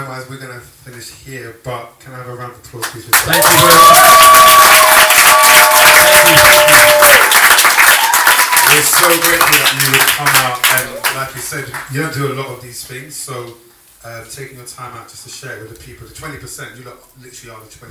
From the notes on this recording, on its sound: The Sitdown is a live Q+A event, where we sit down and interview special guests.